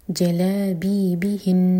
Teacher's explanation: یہاں رکیں گے تو نون کا جو شدہ ہے اس کو واضح کریں گے، تو نون کو ہولڈ کریں گے. جلابیبہن، دو نون ہے وہاں پر.